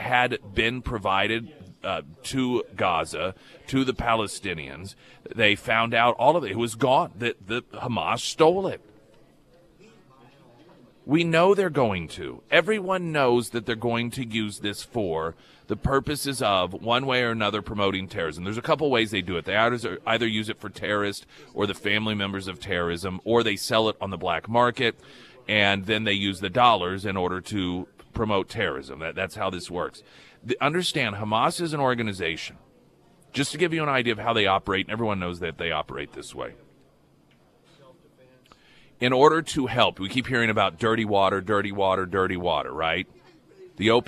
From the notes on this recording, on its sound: live at Scramblers Diner